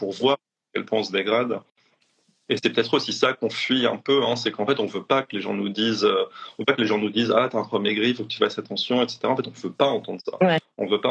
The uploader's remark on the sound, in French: live enregistré sur Instagram